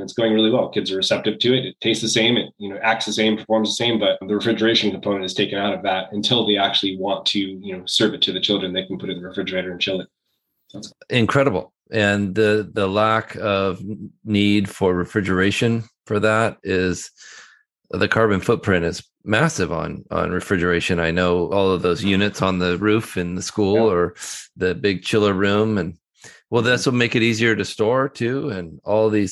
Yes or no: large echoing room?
no